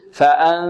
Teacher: إذن هنا النون الساكنة إذا أردنا أن نخفيها فنهيئ المخرج، نعم في حالة الغنة يعني نتهيأ لمخرج الذال هكذا، فأن يعني في حالة الغنة يكون طرف اللسان على طرف الثنايا العليا في مكان الذال · Term: الإخفاء